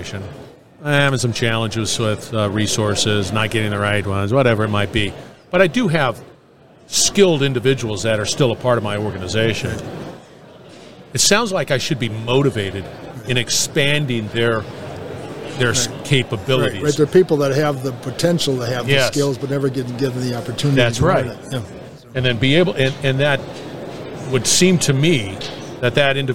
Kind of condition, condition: setting, busy venue